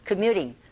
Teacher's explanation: u라는 모음과 e라는 모음 사이에 껴있어서 t 사운드가 flap 현상에 의해서 r 소리에 가깝게 들려지게 됩니다